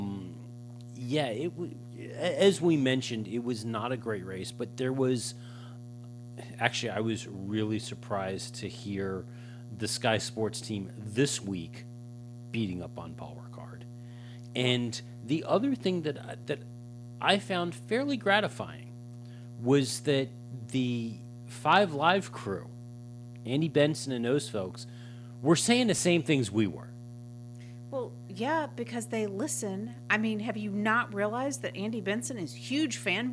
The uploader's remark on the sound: The bad news is that we still have the background hum in the recording. We’re pretty sure we now know what is causing it and we’re spending the coming week refreshing our podcasting setup in order to take care of the issue.